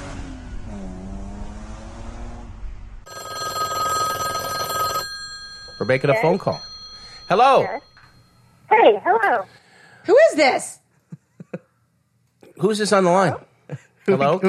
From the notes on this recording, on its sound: In studio with us. Over the phone.